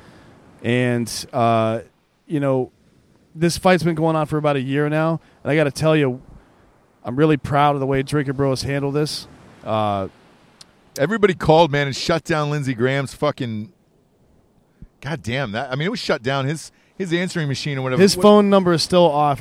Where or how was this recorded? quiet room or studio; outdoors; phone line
outdoors